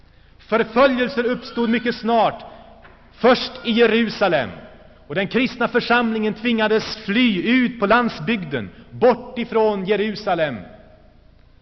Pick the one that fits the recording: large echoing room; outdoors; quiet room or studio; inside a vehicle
large echoing room